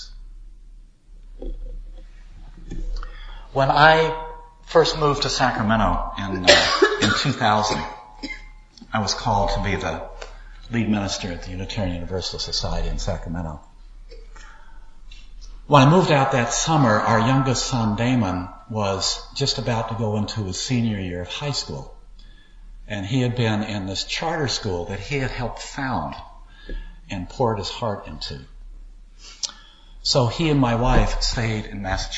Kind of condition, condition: setting, large echoing room